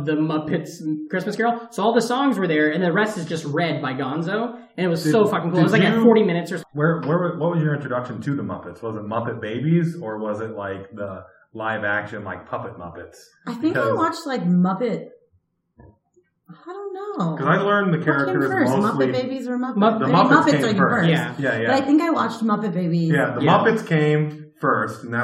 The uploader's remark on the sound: The audio quality is a little rough on this one because it was recorded early on in the run (3 studios ago).